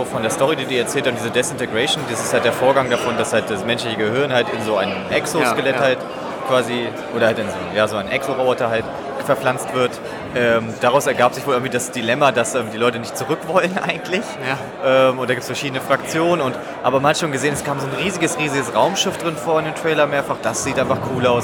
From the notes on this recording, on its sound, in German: Gamescom 2019! Waren für drei Tage in Köln und berichten für euch „live“ von der Messe.